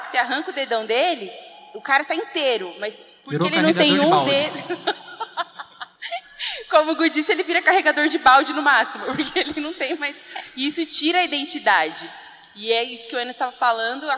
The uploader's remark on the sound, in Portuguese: Nosso primeiro cast gravado ao vivo na Convenção Nacional do Jovem Promessista.